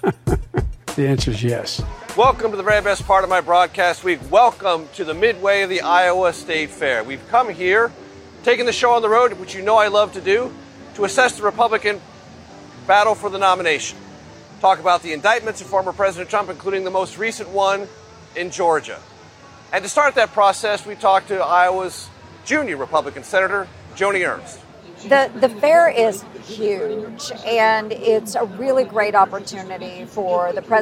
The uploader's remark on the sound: Live from the Iowa State Fair